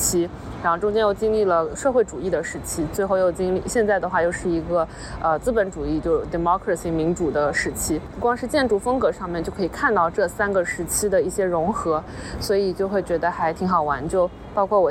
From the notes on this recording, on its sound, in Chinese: 这期是来自塞尔维亚首都贝尔格雷德街头的现场报道。